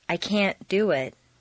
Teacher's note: Make the negative can't sound very short and stress both can't and the verb.